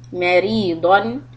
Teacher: Ri is soft and dod is heavy. مَرِيضٌ and end with a izhar sound, because next you have hamza.